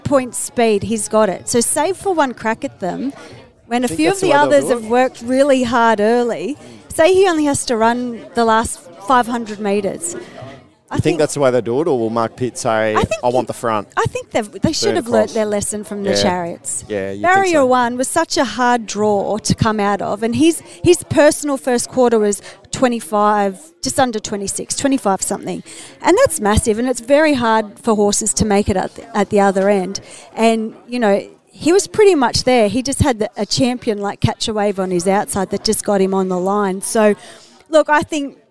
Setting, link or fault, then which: setting, busy venue